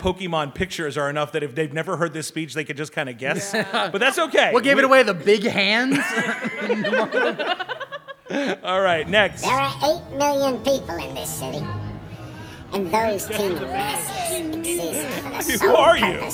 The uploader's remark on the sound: This is our recording of our live panel/podcast from Megacon Orlando. In the room were believers and non-believers, those we connected with at the con, some already in community with us, and some just curious.